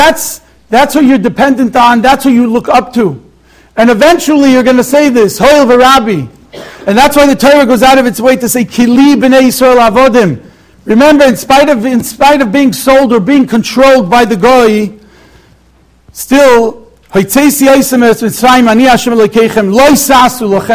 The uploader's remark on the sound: Shiur recorded in Yeshivas Ohr Reuven, Monsey, NY.